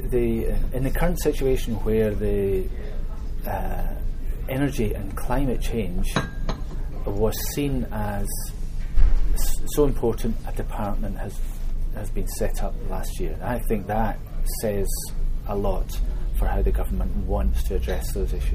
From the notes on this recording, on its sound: Apologies for the background noise!